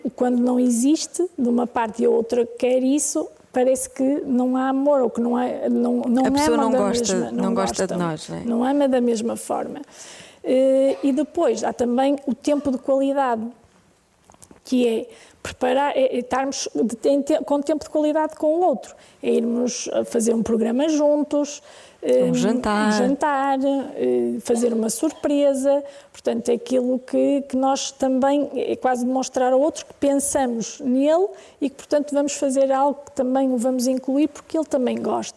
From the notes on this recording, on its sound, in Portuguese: Gravado ao vivo no Auditório de Vila Nova de Gaia.